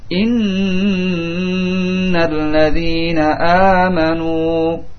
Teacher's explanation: Di situ kita dapati nun yang bertasydid, ya. Sehingga dibaca dengan gunnah dan ditahan dua harakat.